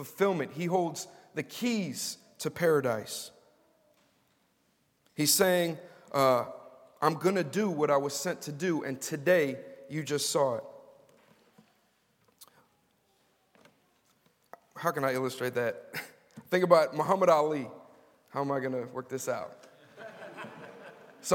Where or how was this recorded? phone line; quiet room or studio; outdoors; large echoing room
large echoing room